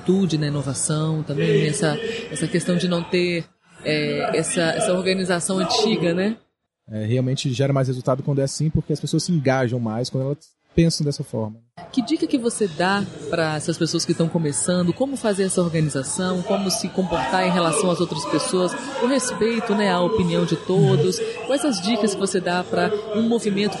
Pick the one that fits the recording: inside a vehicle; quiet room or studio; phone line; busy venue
busy venue